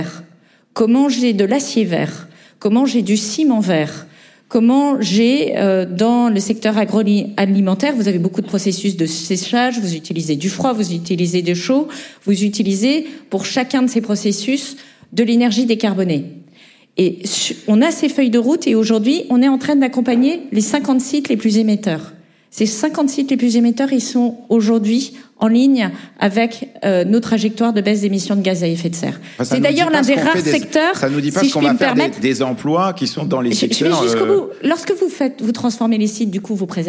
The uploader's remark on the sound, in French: Lors d'un enregistrement en public de Chaleur humaine, le 21 novembre 2023 à Paris, à la Bibliothèque nationale de France.